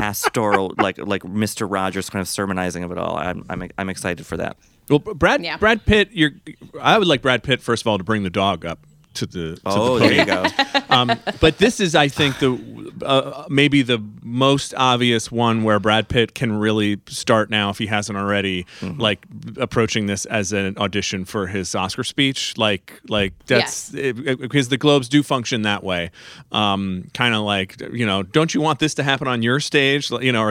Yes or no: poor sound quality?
no